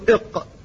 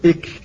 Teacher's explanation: المخرج الأول من مخارج اللسان هو أقصى اللسان، أي أصل اللسان، منبت اللسان، وهذا مكان فيه مخرجان، مخرج القاف ومخرج الكاف، فالقاف إلى جهة الحنك الأعلى والكاف إلى أسفل